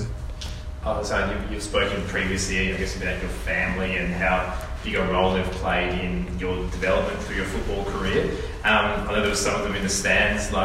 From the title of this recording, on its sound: post-FFA Cup Final 2019 press conference